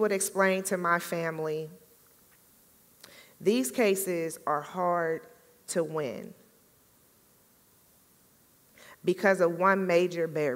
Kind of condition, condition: setting, live audience